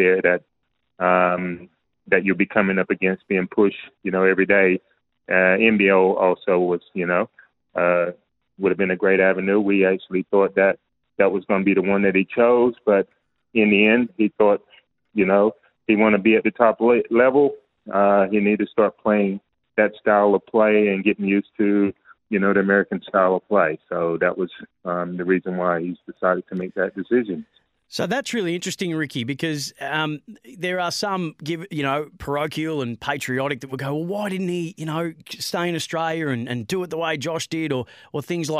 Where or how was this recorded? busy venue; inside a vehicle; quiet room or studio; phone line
phone line